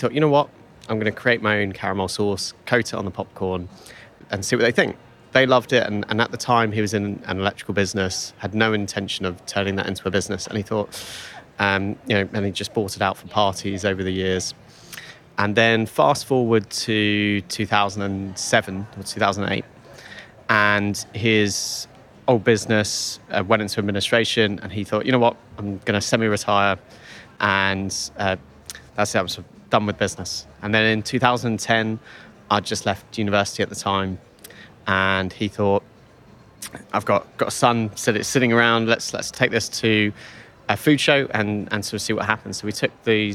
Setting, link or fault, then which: setting, busy venue